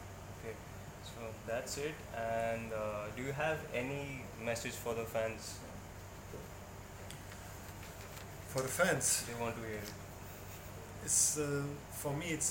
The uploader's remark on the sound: Sorry for the bad audio guys.